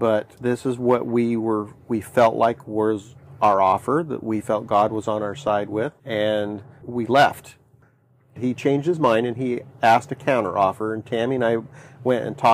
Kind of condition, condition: fault, wind noise